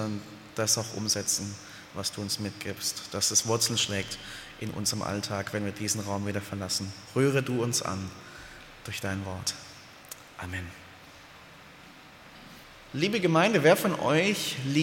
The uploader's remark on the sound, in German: aus dem Gottesdienst der Liebenzeller Mission